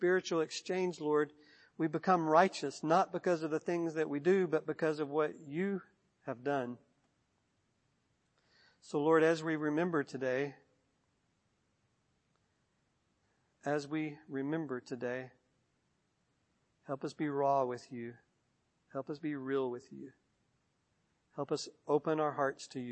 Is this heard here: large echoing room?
yes